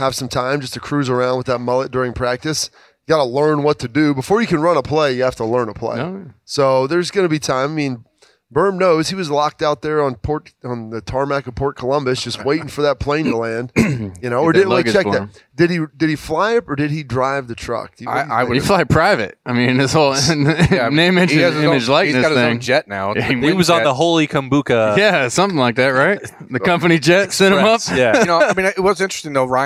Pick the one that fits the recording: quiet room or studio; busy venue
busy venue